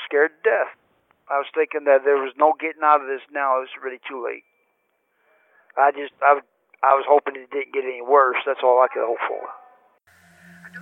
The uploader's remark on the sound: Telephone interview. From federal prison.